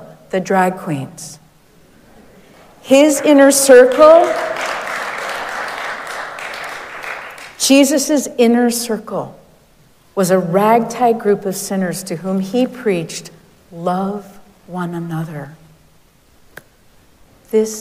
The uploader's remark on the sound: Recorded live at Arlington Street Church